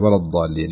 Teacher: حرف الضاد، وهو حرف يعني فيه استطالة